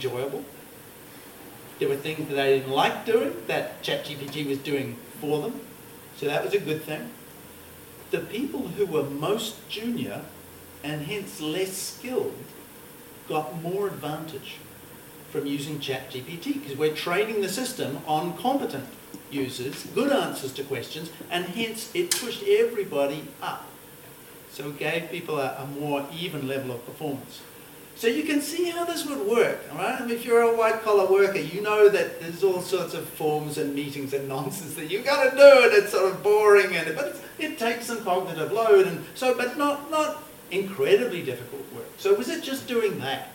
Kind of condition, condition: setting, live audience